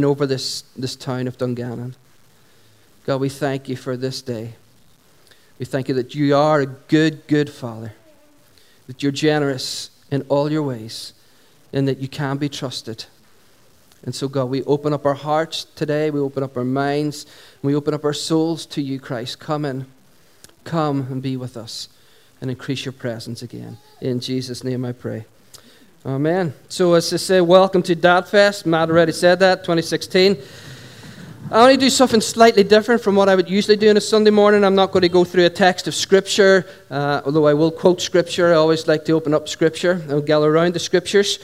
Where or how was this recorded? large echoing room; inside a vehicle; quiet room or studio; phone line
large echoing room